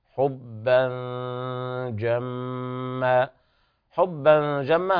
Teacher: وتحبون المال حبا جما، حبا جما، حبا جما، هنا إخفاء حقيقي لوقوع الجيم بعد التنوين، وكلمة جما فيها المد الطبيعي عند الوقف، مد عوض عن التنوين المحذوف، وحرف الغنة في الميم تغني مقدار حركتين